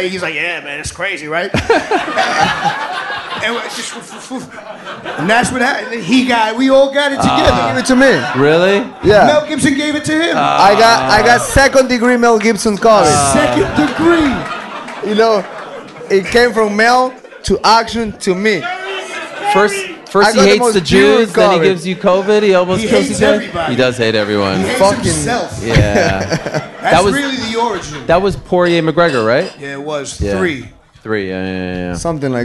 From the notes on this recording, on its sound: Live from New York! Takes questions from the crowd.